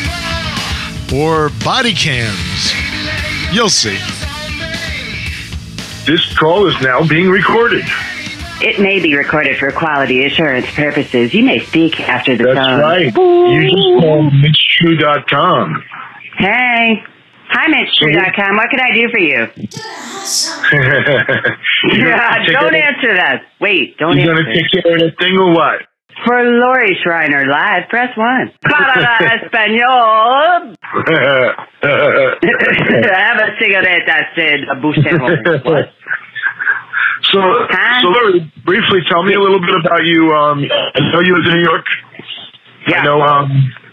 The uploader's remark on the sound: My first call in show